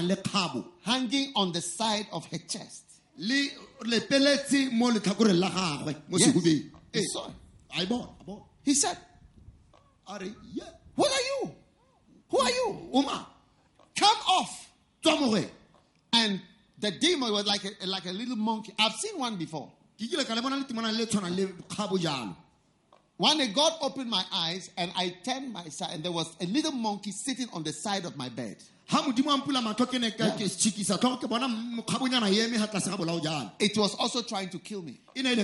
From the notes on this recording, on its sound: Preached at a Healing Jesus Campaign in Gaborone, Botswana.